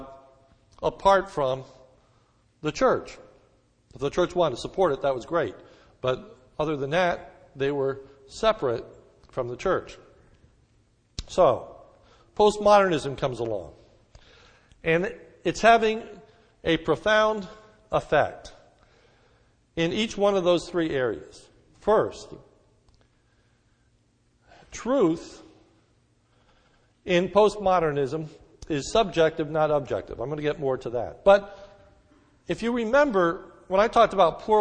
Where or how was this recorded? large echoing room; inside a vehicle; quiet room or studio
large echoing room